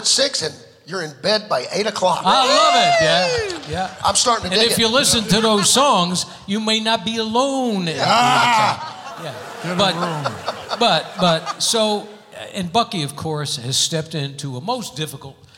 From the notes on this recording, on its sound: Live at the South Point Casino.